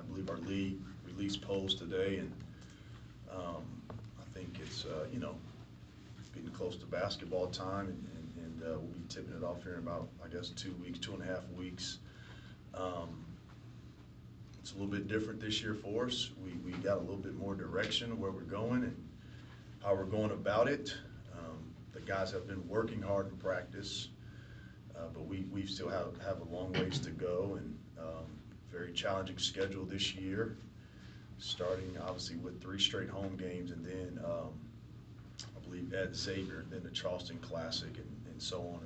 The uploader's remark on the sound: the sounds of Missouri State men's and women's basketball media day